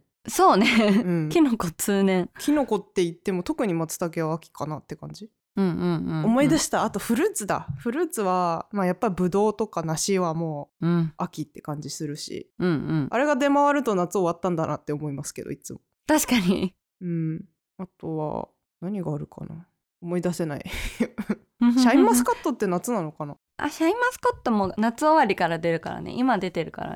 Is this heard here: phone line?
no